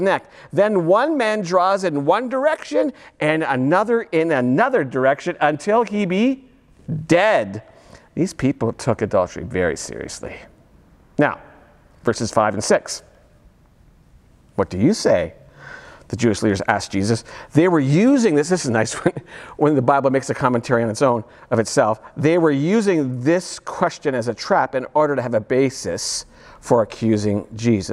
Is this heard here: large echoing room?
yes